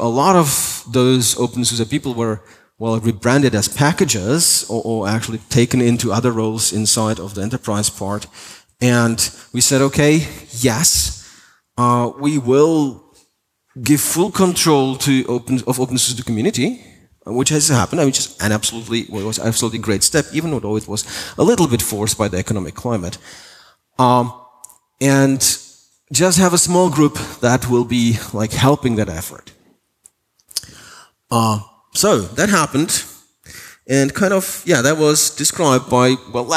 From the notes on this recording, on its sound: Keynote for openSUSE Conference 2018